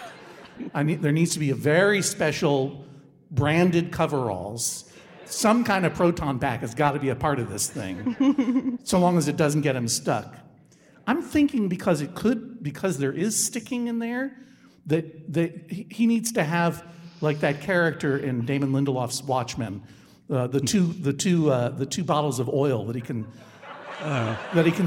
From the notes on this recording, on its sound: Live from SF Sketchfest. This week’s episode was recorded live in front of an audience at the Sydney Goldstein Theater!